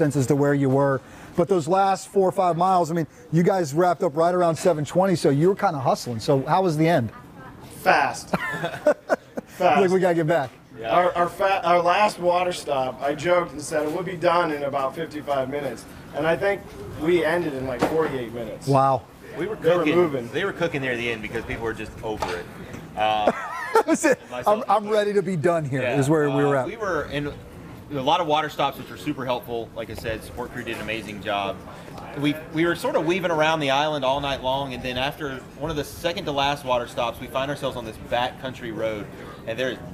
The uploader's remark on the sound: Live from the F3 10-year celebration in Wilmington